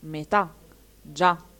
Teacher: le parole tronche, scusate, con accento sull'ultima sillaba